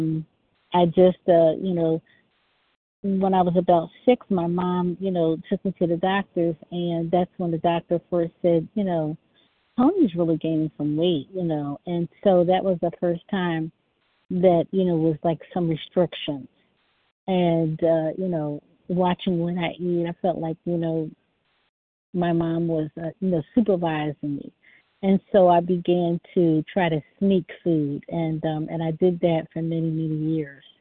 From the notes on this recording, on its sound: 100 Pounders Phone Meeting, 8/4/23